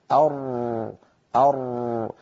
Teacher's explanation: فلا الصوت قد انقفل تماما ولا المخرج أمامه مفتوحا تماما · Term: الحروف البينية